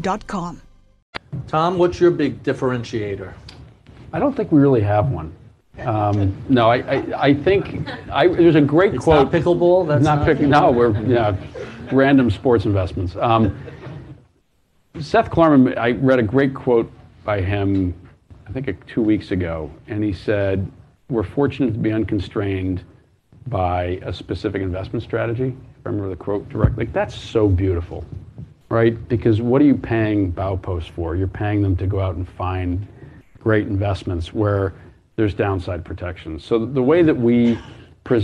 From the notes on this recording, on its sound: A special live edition of Bloomberg Masters in Business. From the Bloomberg Hedge Fund Startup Conference.